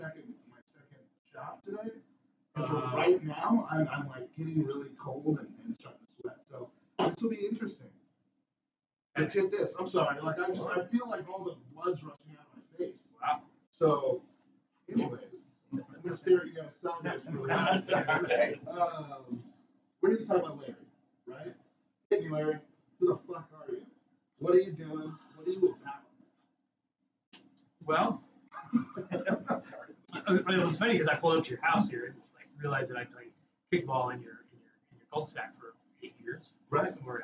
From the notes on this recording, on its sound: Sorry again for the absolutely terrible audio not sure why it is randomly doing that.